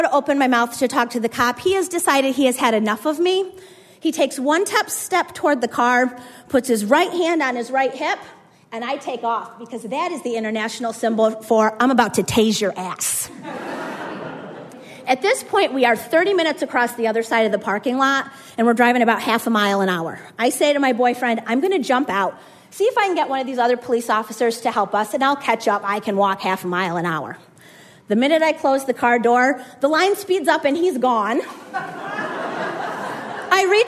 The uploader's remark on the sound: had us rolling in the aisles at the Howl Story Slam in Clayton, NY in Summer 2016, and did it again at our Grand Slam event in Heuvelton, NY